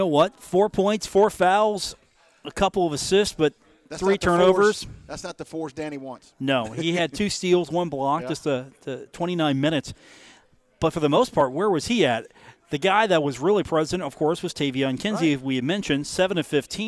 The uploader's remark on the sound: Live from the Union Pub and Grill